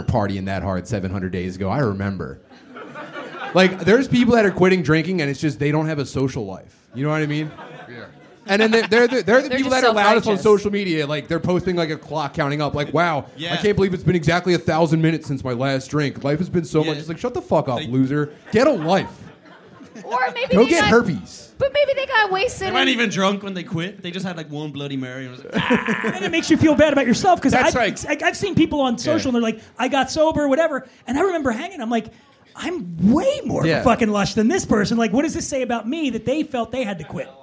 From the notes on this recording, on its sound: Live at The Stand NYC, 1/5/23. He's joined on stage by a dynamite panel of comedic all-stars. This is, undoubtedly, the wildest live show we've ever done...